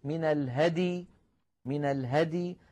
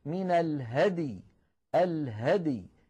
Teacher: أيضا هذه الكلمة من أصعب الكلمات في القرآن عند الوقف، وبحاجة إلى تدريب حتى لا تميل الدال إلى الكسر، فيقول مثلا القارئ من الهدي، من الهدي، هكذا لا يصح، لابد أن يقول من الهدي، الهدي، يحافظ على سكون الدال مقلقلة ثم ينطق بالياء · Shown in: second take